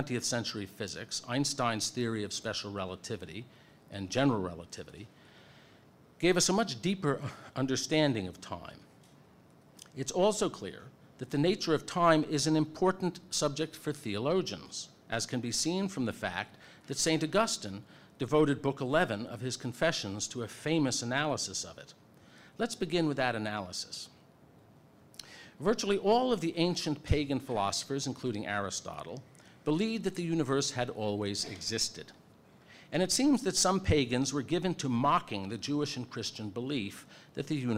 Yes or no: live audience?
yes